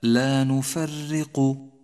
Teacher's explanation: الراء مكسورة مرققة، لا تكررها في اللفظ، أي لا تقول لا نفرق ولكن الفظ راء واحدة، لا نفرق.